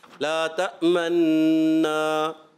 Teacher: یہاں پہلا نون دوسرے میں ادغام ہو جاتا ہے، مدغم ہو جاتا ہے، اور پہلا نون پیش والا تھا، اس پیش کو ظاہر کرنے کے لیے یہاں یہ ادغام کے ساتھ اشمام کیا جاتا ہے. لا تمنا یہ کرنا بھی واجب ہے، ضروری ہے، اور ادغام مع الاشمام ہوتا ہے اور اظہار مع الروم ہوتا ہے، حرکت کا تہائی حصہ ظاہر کرنا.